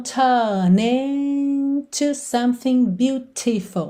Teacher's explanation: Ele não enrolou a língua no R